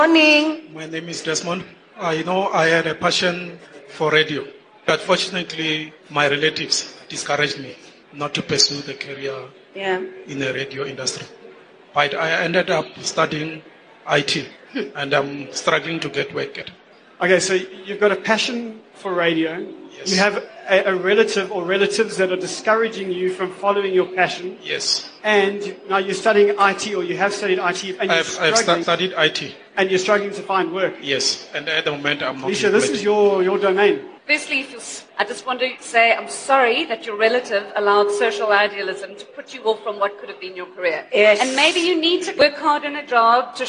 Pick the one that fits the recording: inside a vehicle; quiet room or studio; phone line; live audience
live audience